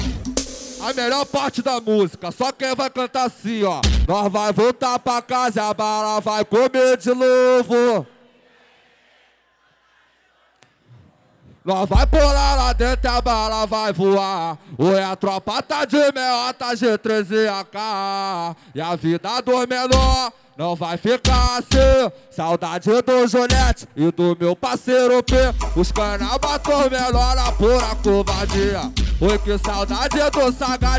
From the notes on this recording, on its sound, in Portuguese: SHOW AO VIVO.